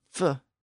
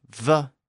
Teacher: The F sound, F, is the unvoiced version, and the V sound, V, is the voiced version. The only difference between those two sounds is the fact that the vocal cords are involved in the V sound.